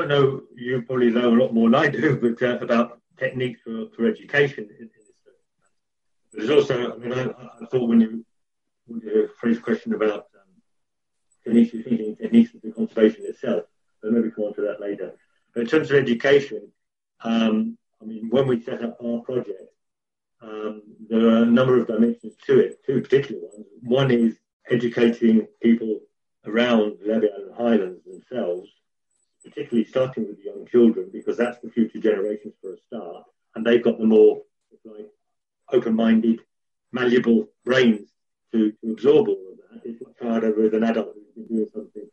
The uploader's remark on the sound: Apologies for any audio discrepencies, due to current circumstances the recording took place via Zoom.